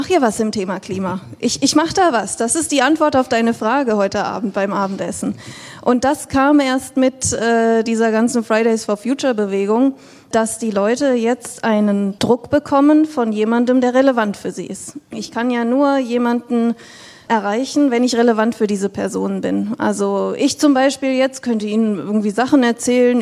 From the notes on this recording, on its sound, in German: Dann folgt die Aufzeichnung einer Podiumsdiskussion des Arts und Nature Social Club, ein Salon der Künstler, Wissenschaftler und Unternehmer zusammenbringt.